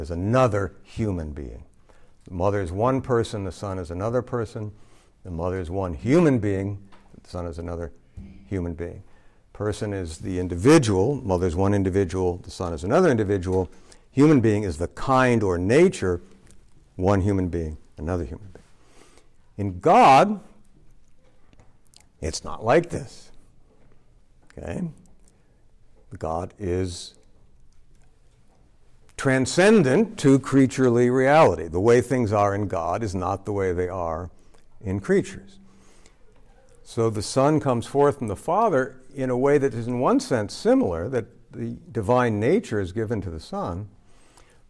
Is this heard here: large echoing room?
yes